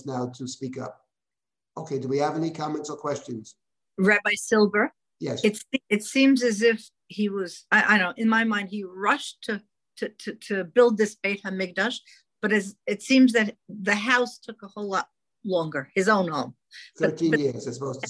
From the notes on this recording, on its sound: This audio was originally captured from Zoom